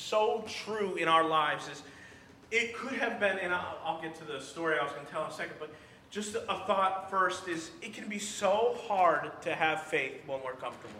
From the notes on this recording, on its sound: during the Sunday morning service